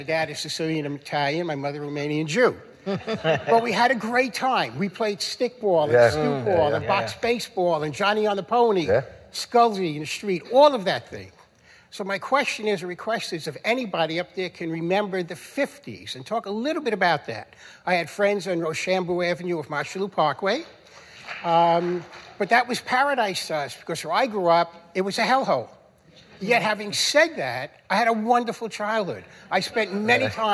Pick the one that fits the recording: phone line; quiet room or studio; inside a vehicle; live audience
live audience